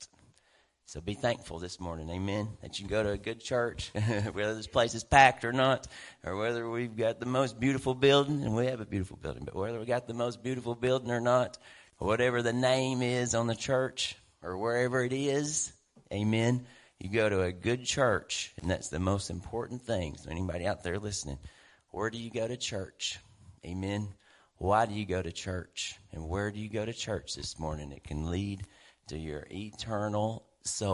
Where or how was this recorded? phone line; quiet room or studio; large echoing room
large echoing room